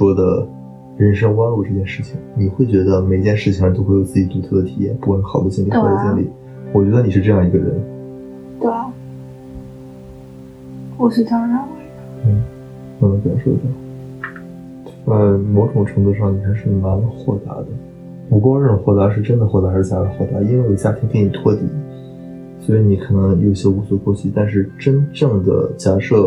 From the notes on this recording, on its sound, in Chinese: 當下直接拿起手機就直接錄了下來，所以音質會有點不好，會有蠻多回音的感覺，畢竟沒架麥克風。